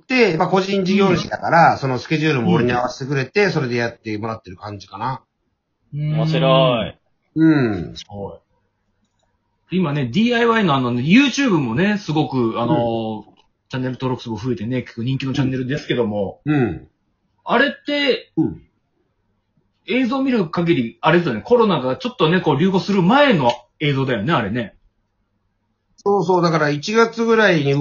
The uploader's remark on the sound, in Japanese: 今回は収録状況の関係から、参加者間のやり取りにリモート特有のタイムラグが（普段以上に）生じております。